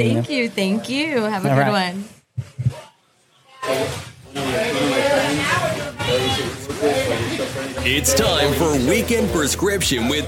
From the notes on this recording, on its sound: Live at the back 40 Bunkhouse for the HCC Tropical Shoot Event.